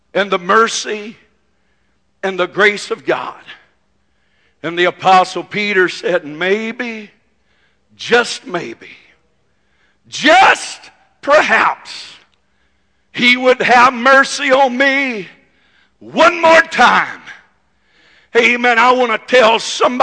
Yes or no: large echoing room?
yes